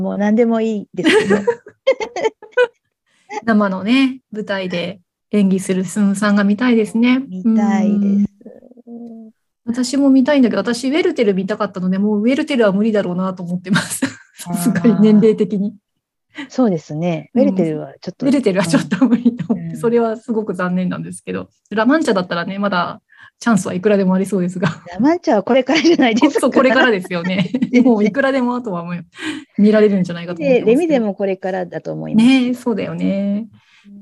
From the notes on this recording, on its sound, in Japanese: zoom座談会で語りました！